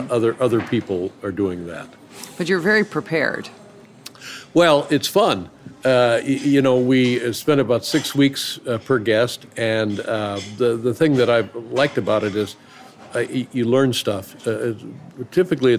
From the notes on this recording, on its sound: This conversation was recorded at Canter's (a famous 24-hour Deli in Los Angeles) right before the world shut down.